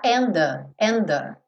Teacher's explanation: eu não vou quicar, não vou fazer DT aí, eu já vou juntar and the